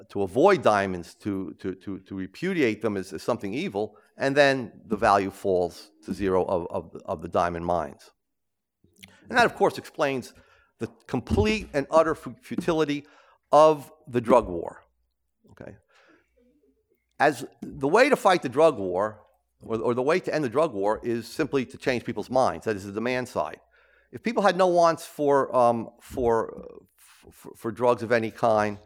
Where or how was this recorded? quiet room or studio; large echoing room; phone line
large echoing room